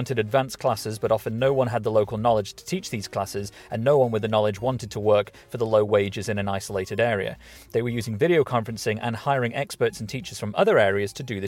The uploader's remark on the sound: Live From The Southbound M1 In a Blizzard